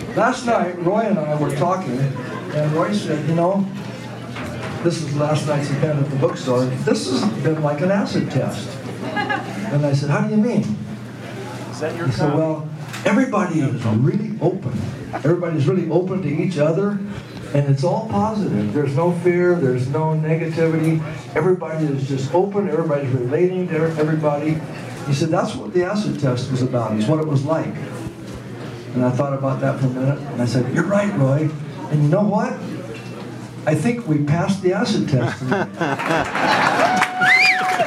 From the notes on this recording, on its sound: On stage at Don Quixote's.